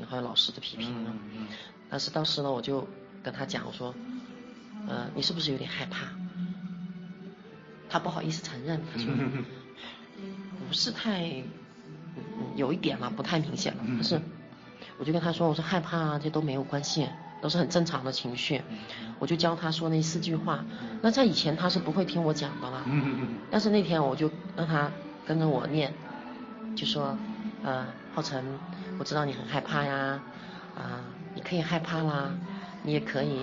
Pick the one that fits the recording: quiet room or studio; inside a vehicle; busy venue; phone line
busy venue